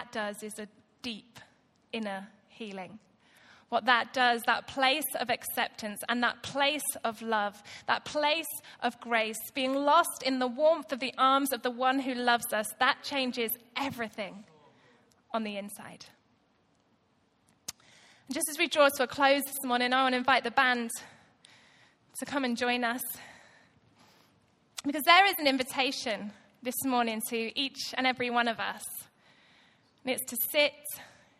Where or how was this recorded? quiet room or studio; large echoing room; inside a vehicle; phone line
large echoing room